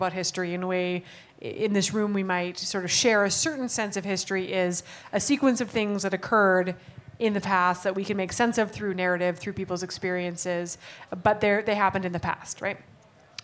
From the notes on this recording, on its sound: We brought out a panel of speakers to The Needle Vinyl Tavern in Edmonton. They answered audience questions.